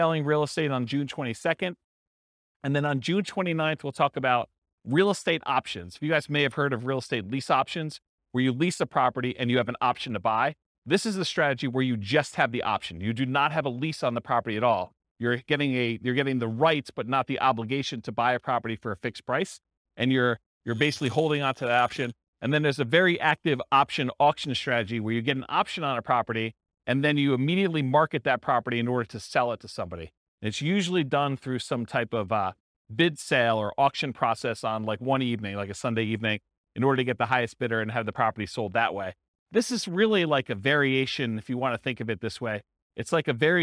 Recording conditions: live audience